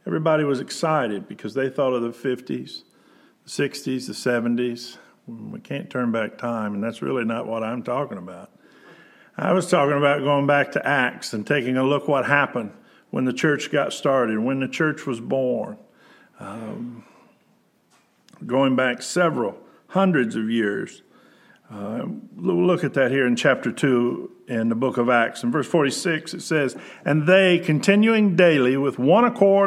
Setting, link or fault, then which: setting, large echoing room